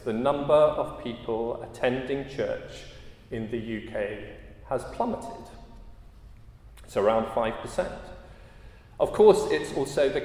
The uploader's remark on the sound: at a Christians in Parliament Chapel Service which was held in the Chapel of St Mary Undercroft on Tuesday 12th September 2023